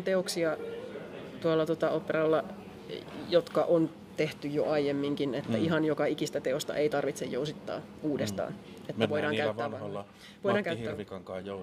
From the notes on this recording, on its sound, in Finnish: Äänitetty Musiikkitalon kahvilassa